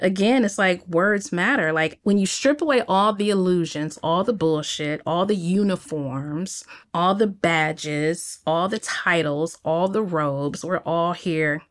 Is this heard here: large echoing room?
no